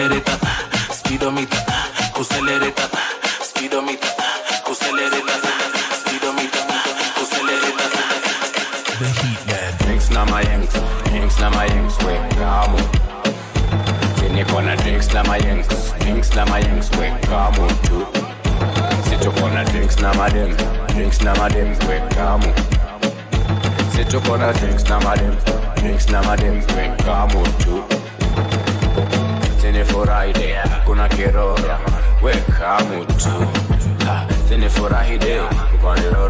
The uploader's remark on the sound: a live DJ set at a recent event